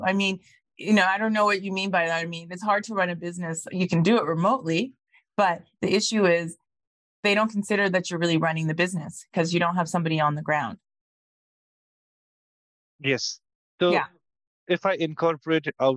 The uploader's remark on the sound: Presented as a live webinar.